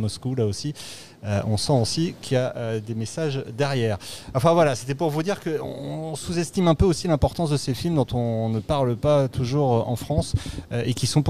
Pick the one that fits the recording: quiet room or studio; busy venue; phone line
busy venue